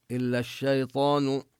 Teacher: إلا الشيطان، وهنا الشين من الحروف الشمسية فتدغم فيها اللام